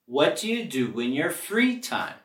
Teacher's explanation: Aquí podemos vincular las palabras do in, doing, doing.